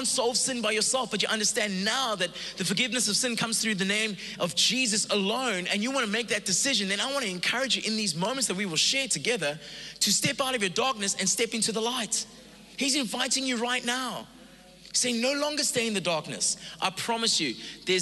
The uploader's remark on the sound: Recorded live on Sunday the 1st May 2022